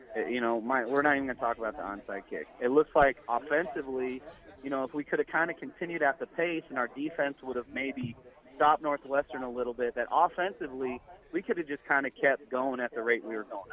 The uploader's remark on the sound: Live from Cornhusker Bank - September 2nd, 4pm